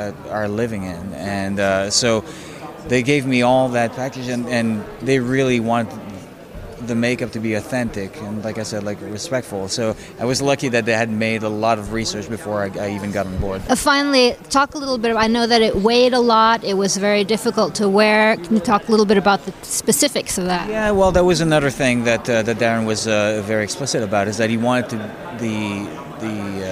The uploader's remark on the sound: In our first dispatch from The Santa Barbara International Film Festival.